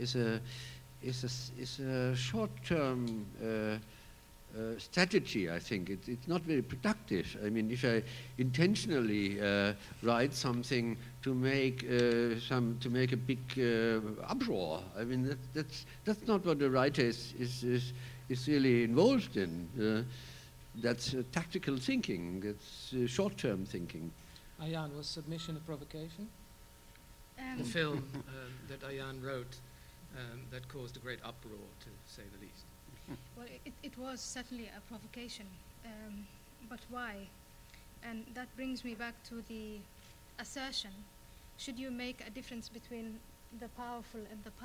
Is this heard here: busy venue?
yes